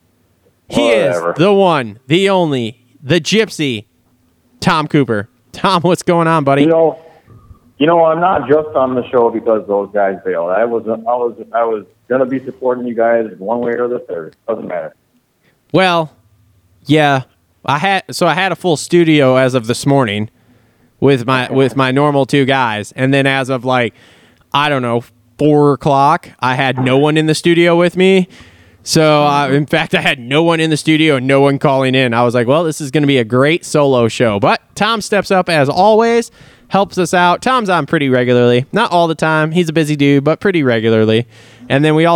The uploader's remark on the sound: Gets on the phone with semi-regular co-host and friend of the show. Then the guys call up fellow podcaster.